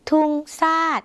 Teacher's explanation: เวลาเราได้ยินเสียงภาษาไทยเป็นชอช้างเราก็อาจจะเปลี่ยนเป็นซ่อสร้างในภาษาลาวค่ะ